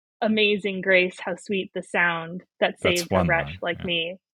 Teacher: alternating lines of four beats and three beats, the iams. And iam is an unstressed syllable followed by a stressed syllable. · Term: hymn meter